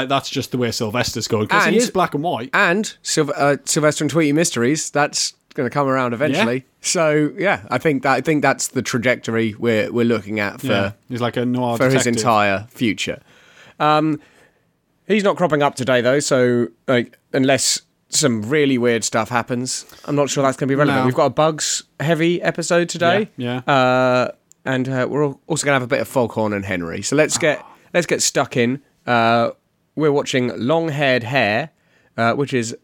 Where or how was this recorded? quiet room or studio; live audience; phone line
quiet room or studio